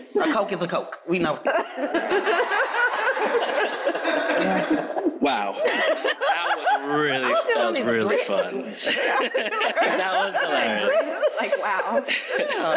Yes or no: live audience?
yes